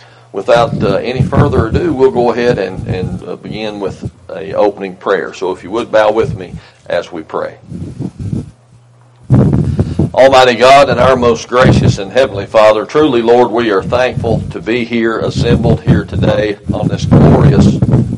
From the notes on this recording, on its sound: Locust Grove Christian Church had Resurrection drive in Service this morning and here is the audio from it.